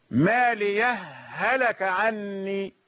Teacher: الإظهار هنا يكون بسكتة خفيفة، كأنك أردت أن تقف ثم قررت استئناف القراءة. مالية هلك عني، سكتة خفيفة كأنك تريد أن تقف ثم قررت فجأة أن تواصل القراءة.